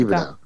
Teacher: aquesta doble L, aquesta palatal, és un fonema que s'està perdent, que passa a ser una I